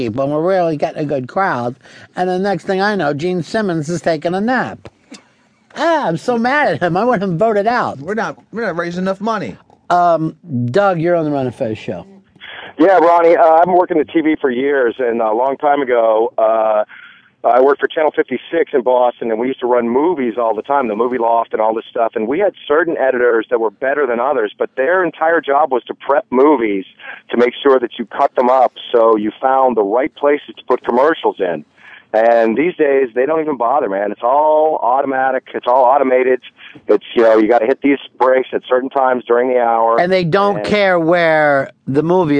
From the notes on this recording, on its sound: Format: Original Recording. Publisher: XM Satellite Radio. Is on the phone discussing his new SiriusXM show.